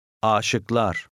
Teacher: The first A is long.